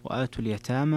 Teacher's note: في اليتامى فيها الإمالة لحمزة والكساء وخلف، وفيها التقليل لورش بخلف عنه